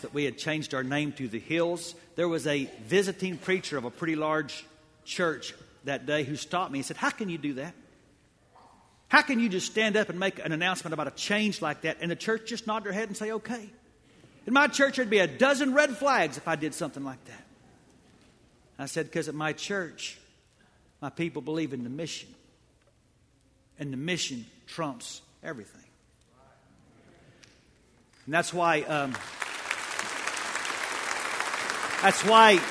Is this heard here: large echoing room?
yes